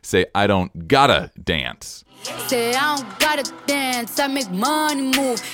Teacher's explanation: And now the emphasis is on the word gotta, and dance has been displaced a little further back, a little further behind, temporally.